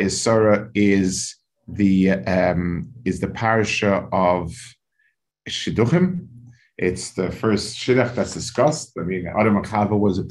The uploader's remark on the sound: This shiur take place over Zoom on Motzei Shabbos.